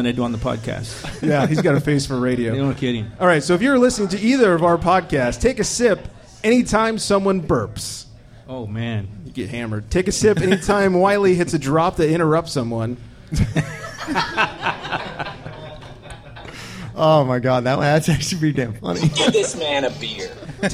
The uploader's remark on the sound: We are LIVE from The Local Beer & Wine Bar in Camarillo, CA. The first ever Booze N' TUG Extravaganza mini podcast festival.